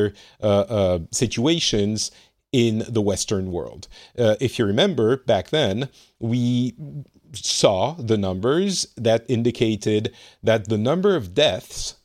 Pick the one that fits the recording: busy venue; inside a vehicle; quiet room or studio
quiet room or studio